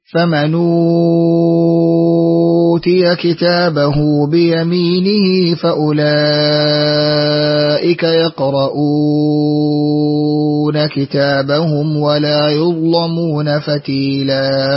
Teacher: أشبع البدل في الموضعين